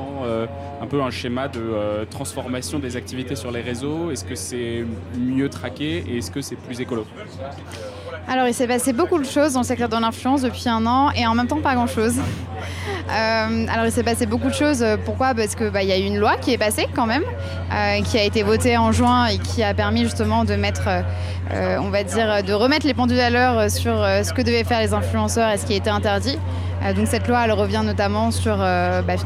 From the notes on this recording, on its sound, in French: J'ai enregistré un podcast à 320 km/h. Dans le cadre d'un partenariat entre 2Tonnes et la SNCF, j'ai été invité à prendre le train pour suivre un atelier express avec des influenceurs. Je me suis donc retrouvé en TGV pour enregistrer avec des influenceurs.